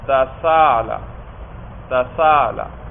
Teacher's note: پورا حمزہ اپنی شدت کے ساتھ ادا نہیں ہوگا، بڑی نرمی سے ادا ہوگا · Term: بین بین